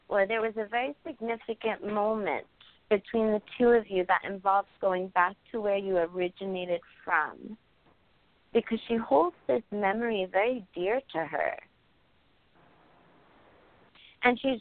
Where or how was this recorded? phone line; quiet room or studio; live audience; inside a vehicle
phone line